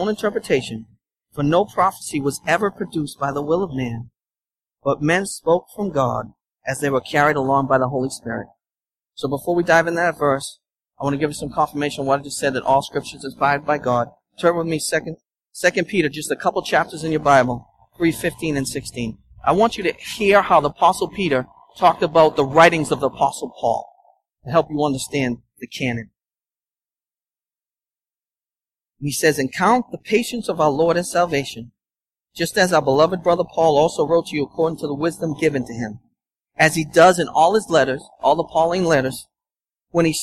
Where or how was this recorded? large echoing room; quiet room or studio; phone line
large echoing room